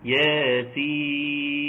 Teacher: اللي في الآية الأولى يا مد طبيعي يمد بمقدار حركتين